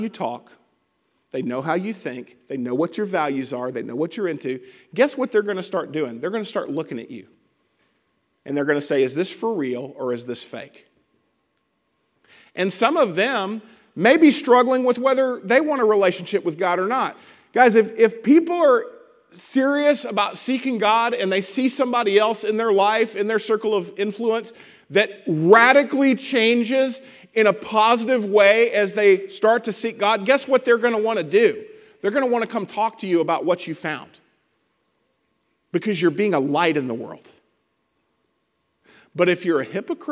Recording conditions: large echoing room